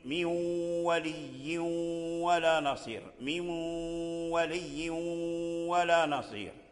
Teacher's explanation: الواو من ولي يعني الغنة موجودة في النون وليست في الواو الواو فيه تشديد الشدة لكن هذه الشدة ضعيفة ليست شدة يعني كاملة · Term: الإدغام الناقص